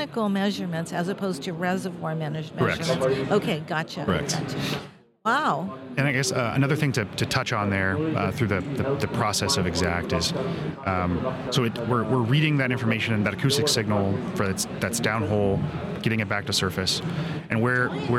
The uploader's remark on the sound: Recorded at the 2023 SPE Annual Technology Conference and Exhibition, San Antonio, Texas.